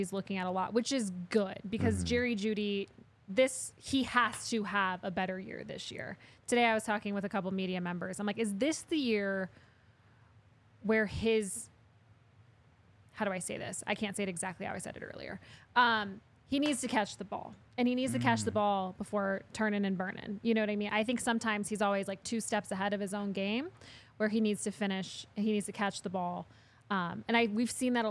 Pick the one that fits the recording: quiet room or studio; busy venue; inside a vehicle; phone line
busy venue